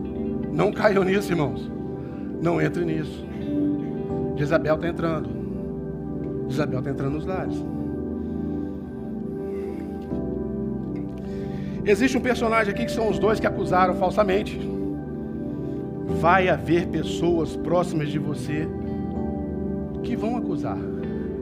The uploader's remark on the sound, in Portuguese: Culto Celebração Manhã